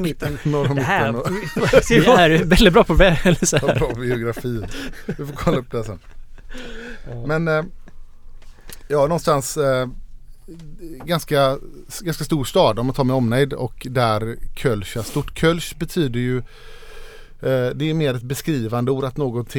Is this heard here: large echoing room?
no